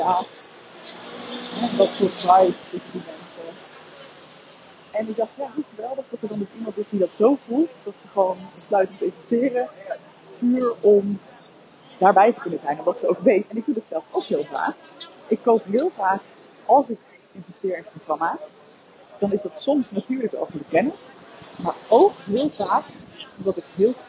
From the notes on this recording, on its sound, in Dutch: Live door de straten van Bologna. Audiokwaliteit is kak.